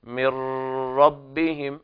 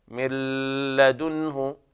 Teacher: إدغام بدون غنة، لكن في رواية أخرى بالغنة